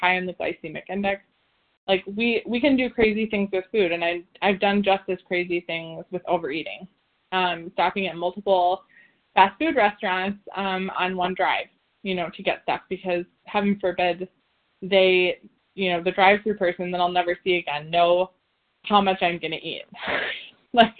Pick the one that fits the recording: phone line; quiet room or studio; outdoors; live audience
phone line